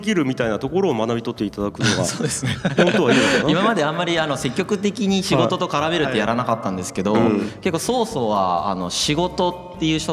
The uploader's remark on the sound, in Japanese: 今回はコテンラジオ初！の公開収録よりお送り致します！